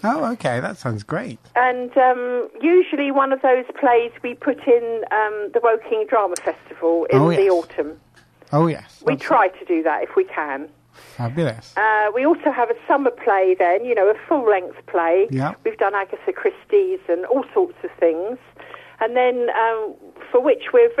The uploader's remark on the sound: is joined on the phone